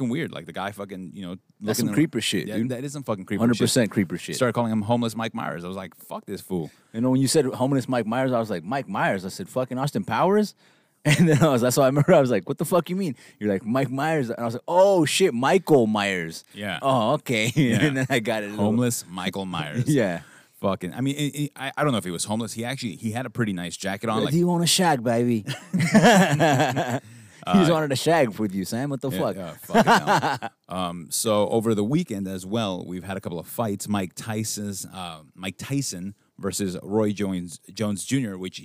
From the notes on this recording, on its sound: Recording Outside. Outside with all the noise that comes with it.